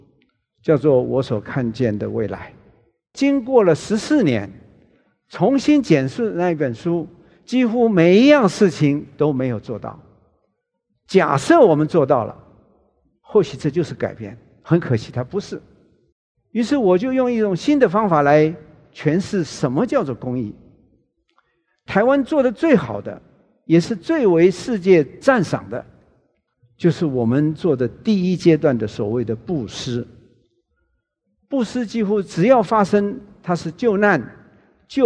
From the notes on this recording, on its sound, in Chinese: 本集節目取自【2023突破者知識跨年饗宴】現場錄音。